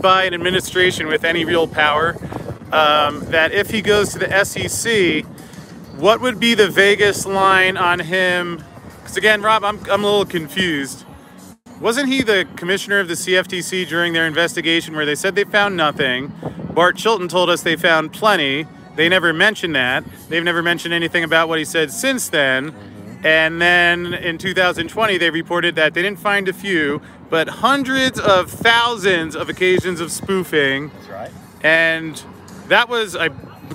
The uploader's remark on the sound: Live from the Vegas strip